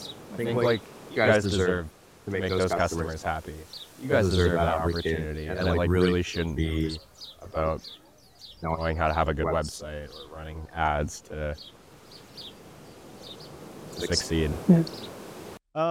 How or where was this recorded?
outdoors